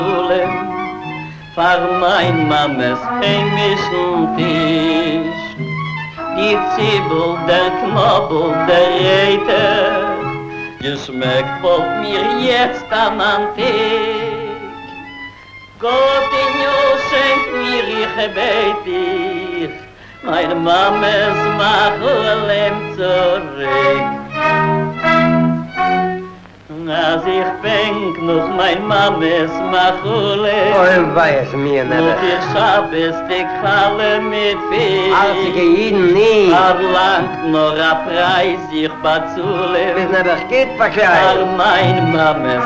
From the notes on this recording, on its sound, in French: Enregistré le 15 juin 2001 à la Sala Sinfonica del Auditori (A), Barcelone, Espagne